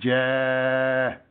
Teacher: The long fatha sound is ah, two beats.